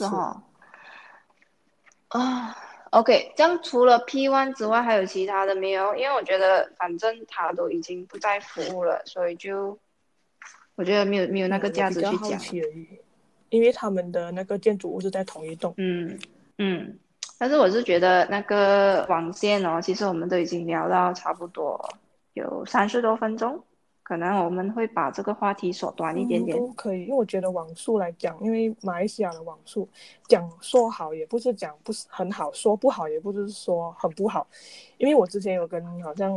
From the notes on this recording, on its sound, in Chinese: 我们的播客是需要靠网络来录制的时候，两边网线的延迟